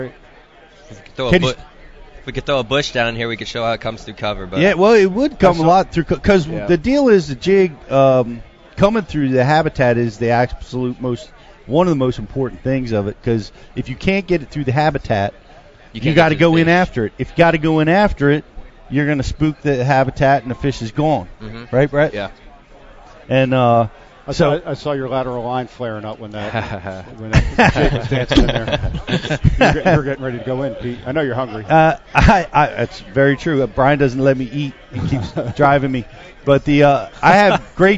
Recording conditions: busy venue